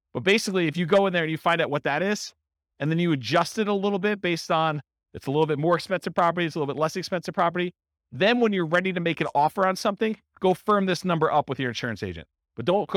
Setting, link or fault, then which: setting, live audience